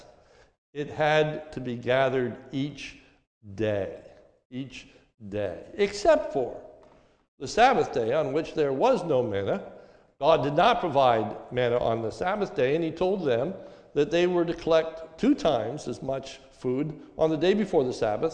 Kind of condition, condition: setting, large echoing room